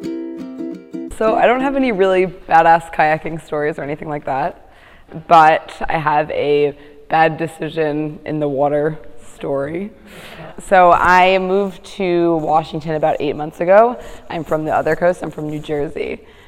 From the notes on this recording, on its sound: This episode is part of a series of stories we collected at our live storytelling event last year at the Race to Alaska sendoff party in Port Townsend, Washington.